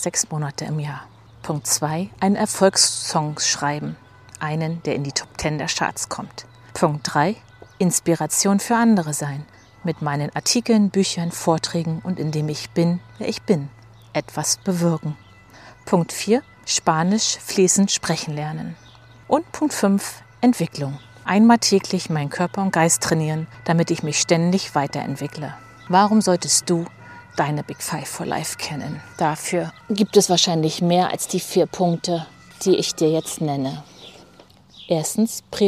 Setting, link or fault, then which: fault, sounds in the background